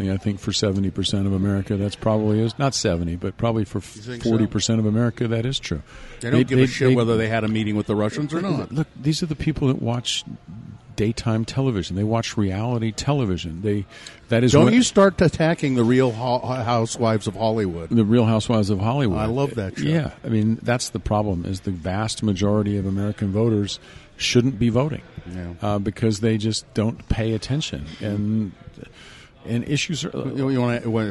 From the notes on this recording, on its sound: This episode was recorded at Zest in downtown SLC.